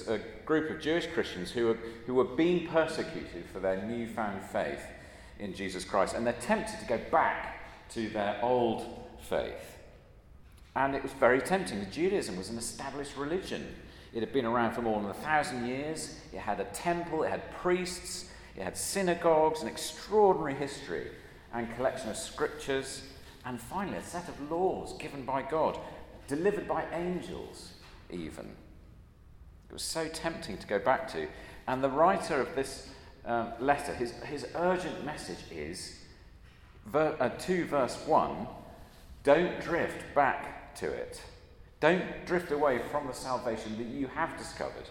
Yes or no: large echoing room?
yes